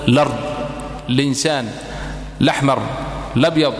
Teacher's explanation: ابتدأت جاز لك أن تبتدي الأرض بهمزة الوصل وجاز لك أن تسقط همزة الوصل فتعتد بالعارض